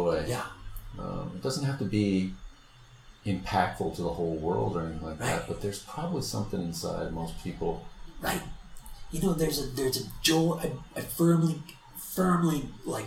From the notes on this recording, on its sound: forgive the background noise that is heard throughout this.